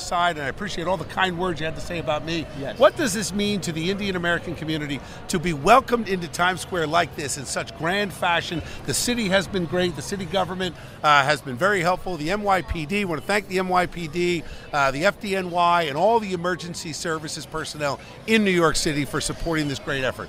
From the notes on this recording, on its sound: In the heart of New York City during the Diwali festival in Times Square.